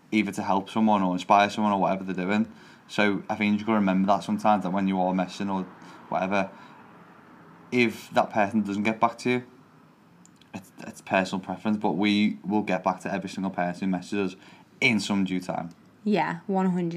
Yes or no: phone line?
no